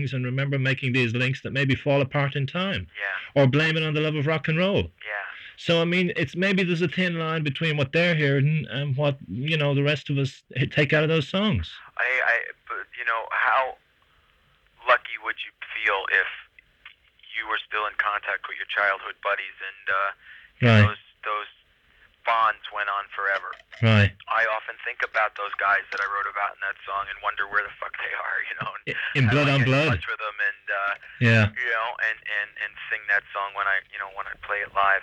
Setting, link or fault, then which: link, phone line